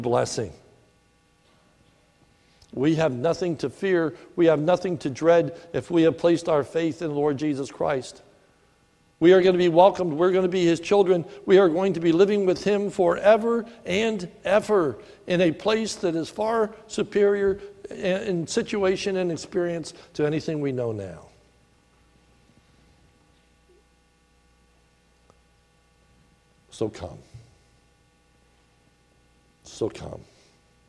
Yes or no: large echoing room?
yes